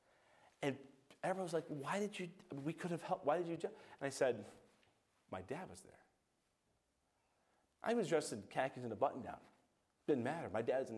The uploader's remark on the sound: A message preached by Evangelist. From the chapel platform of Baptist College of Ministry.